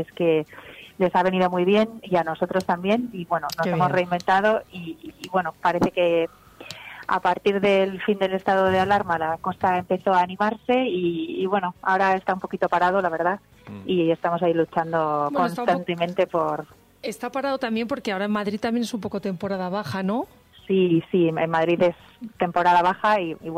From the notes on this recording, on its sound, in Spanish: Llamadas en directo con nuestros invitados.